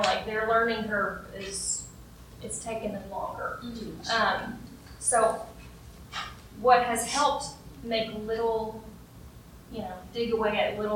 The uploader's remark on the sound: Unfortunately we picked up a good bit of room noise during this event. Most everything is audible; however, it doesn't sound as good as usual. The recorder also cut off before the end.